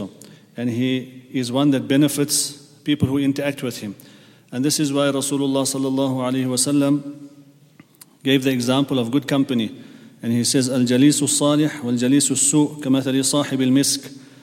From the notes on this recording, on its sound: at the Houghton Masjid (West Street)